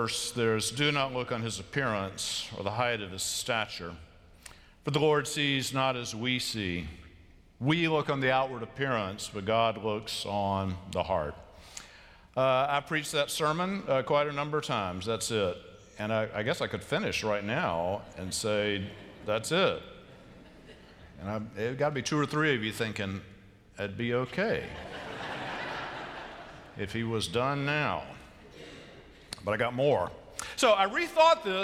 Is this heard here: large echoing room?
yes